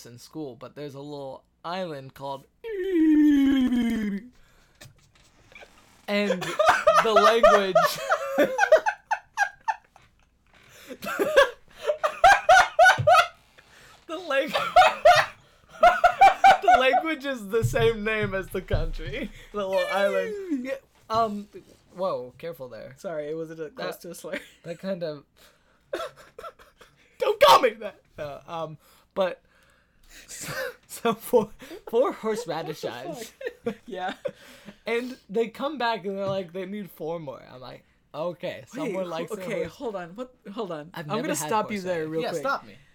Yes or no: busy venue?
no